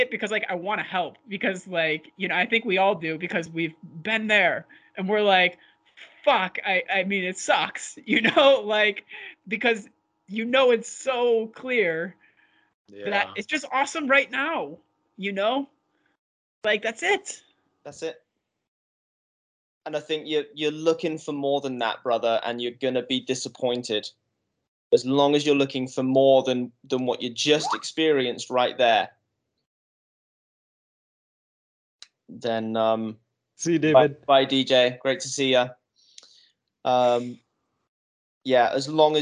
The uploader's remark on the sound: skype calls on this channel